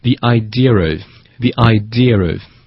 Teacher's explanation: endof， worryabout。Three hours 等等啊，这些词组中可能会出现的连读。那其实除了这两个 Echo 老师刚才提到的连读之外呢，其实我知道啊，在英国英文中，英式英语中啊，还有一种非常特殊的，可能会被很多人忽视的，也是非常重要的一个连读规则，就是当一个单词它的最后结尾是这个发音的时候，后面如果紧接着一个元音的话，他们组成一个词组，中间要加一个 re 这个音。举个例子，比方说一个什么什么样的点子，我们会用英文说是 the ideaof，那么这个 idea ear 这个 idea 最后就是用这个 ear 结尾的结尾的，那后面加了一个元音的时候呢，我们中间要插入一个辅音叫做 r，所以连在一块呢就叫做 the ideaof， the ideaof，以此类推。像 water，英式英语中的水我们叫做 water 而不是 water，那 water 也是 a 结尾的一个发音 water a t